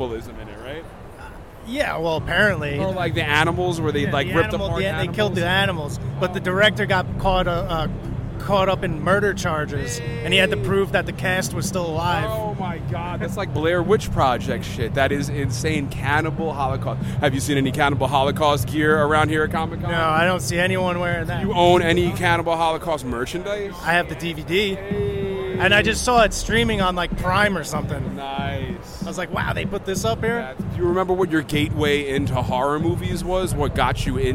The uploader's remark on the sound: Recorded live at NY Comic Con. There are interviews and special guests right from the show floor.